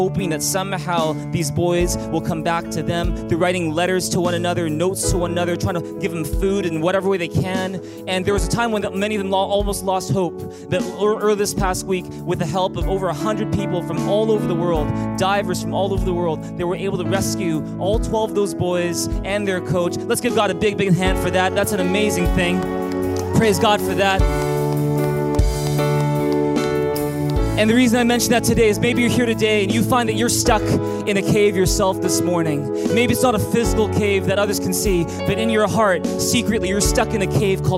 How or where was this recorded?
large echoing room